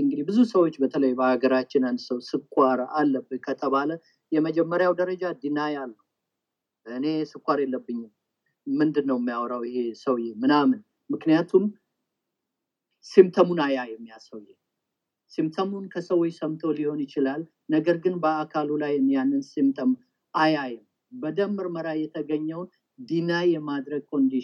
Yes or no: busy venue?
no